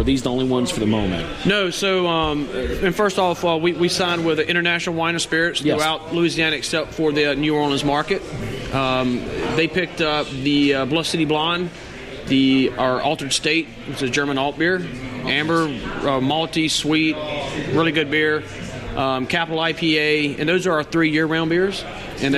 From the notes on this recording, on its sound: at Roux 61 Restaurant in Baton Rouge, Louisiana on the night of their launch party